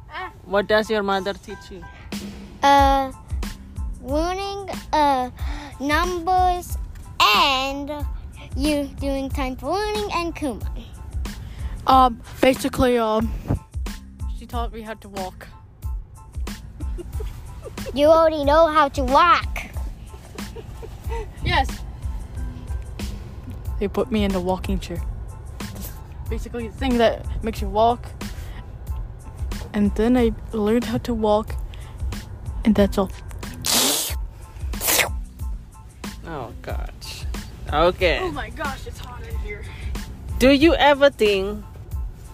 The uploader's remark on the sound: We talked and did the recording in the car.